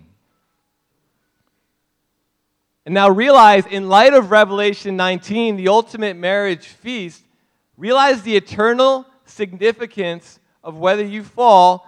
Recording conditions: large echoing room